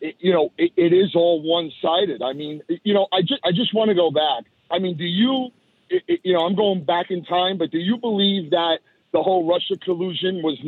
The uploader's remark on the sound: called into my SiriusXM show